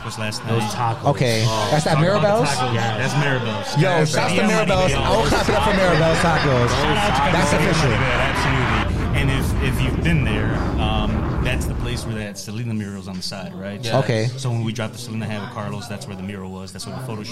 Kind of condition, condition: setting, busy venue